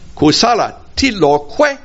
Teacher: that last word, a single syllable word, that syllable is always pronounced on a high tone. So I can't drop my voice at the end of this declarative sentence.